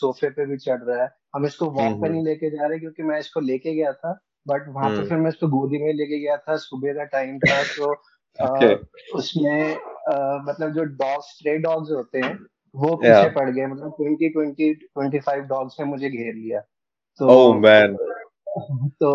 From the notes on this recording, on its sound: Our expert team recently held a Zoom call